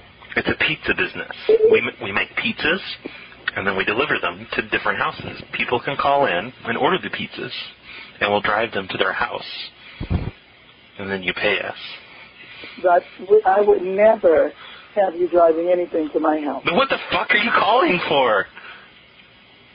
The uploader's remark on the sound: …'s Personal Prank Phone Calls Collection.